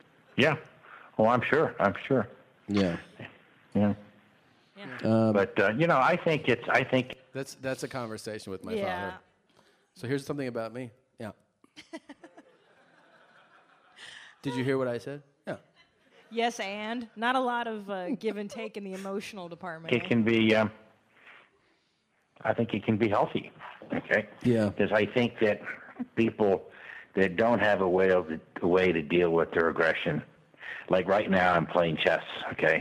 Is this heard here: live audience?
yes